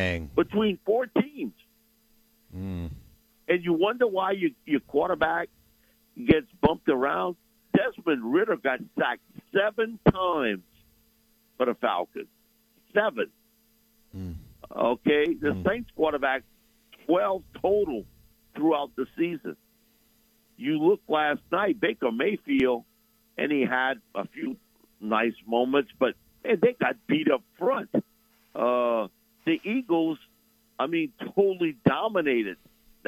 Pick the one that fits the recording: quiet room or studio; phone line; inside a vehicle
phone line